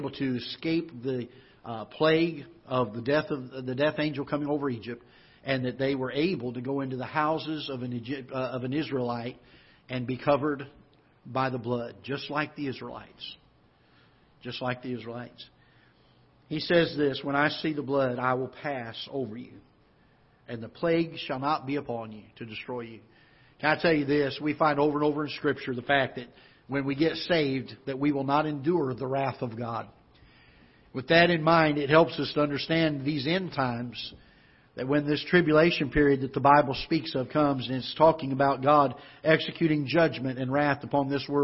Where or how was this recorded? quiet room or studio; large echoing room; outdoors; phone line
large echoing room